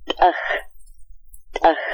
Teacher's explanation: Be sure that you get that little explosion at the beginning. It's T at the beginning.